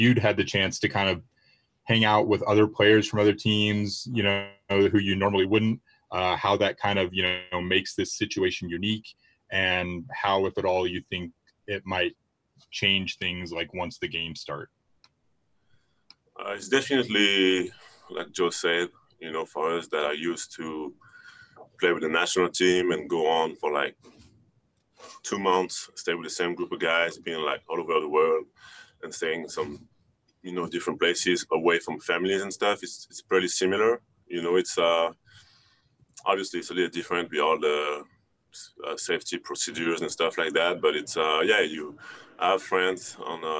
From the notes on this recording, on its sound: talked to the media via Zoom conference after practice